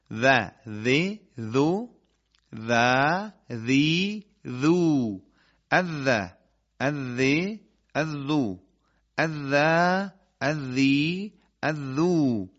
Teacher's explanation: ذال نرم و لطیف و نازک از همون جایی که حرف ثا ادا میشه حرف ذال هم قرائت بشه